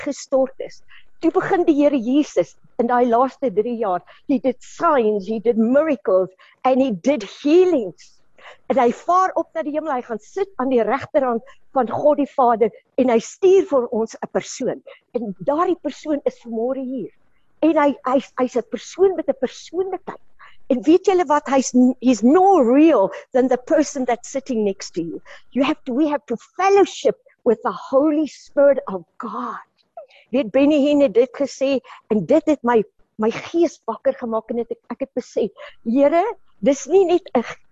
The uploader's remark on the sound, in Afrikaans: Manne van die Woord Zoom Byeenkoms 12 April 2022